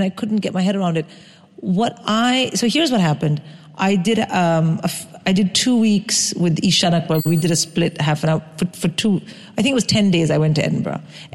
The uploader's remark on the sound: Live at Podfest Birmingham